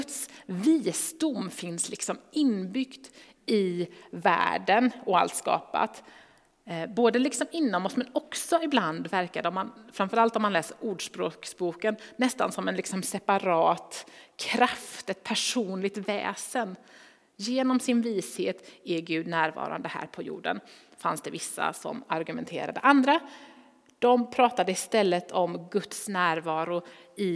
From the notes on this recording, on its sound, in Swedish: Inspelning från Immanuelskyrkan Skövde.